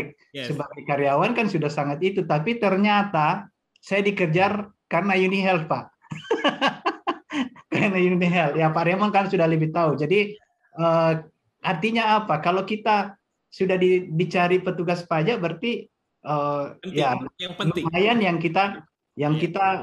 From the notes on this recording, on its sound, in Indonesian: Podcast ini adalah hasil rekaman dari Webinar "UNIHEALTH - Bisnis Banyak Manfaat" pada sesi Q&A.